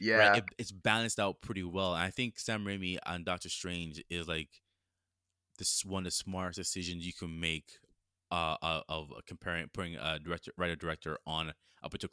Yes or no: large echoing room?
no